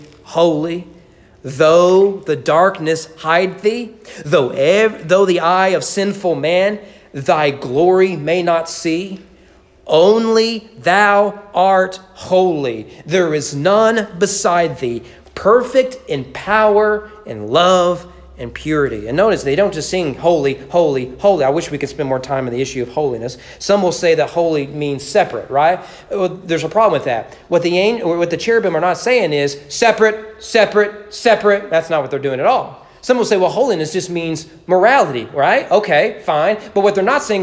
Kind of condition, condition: setting, large echoing room